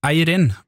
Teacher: så mener hun at jeg skulle si Eirin med trykk på første stavelse